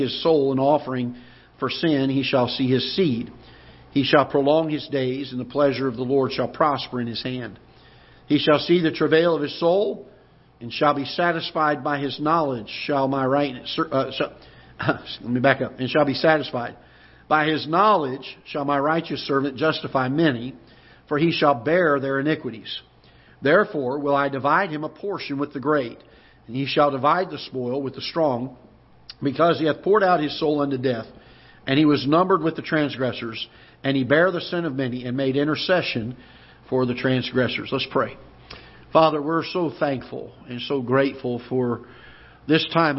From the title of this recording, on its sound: Ketha Heights Baptist Church ~ Live Broadcast